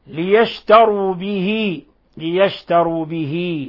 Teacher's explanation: نصل الهاء صلة صغرى، وهذه يعني تفريقا لها عن الكسرة، فلا نقول به وإنما به نشبع الكسرة.